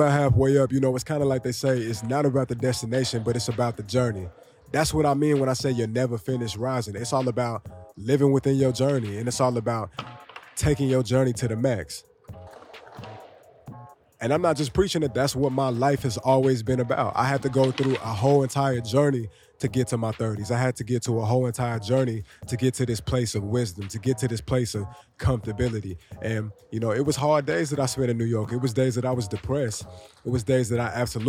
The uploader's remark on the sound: I give you my imperfect but satisfied attempt, at recording a podcast underneath the Manhattan Bridge at the L.E.S skatepark.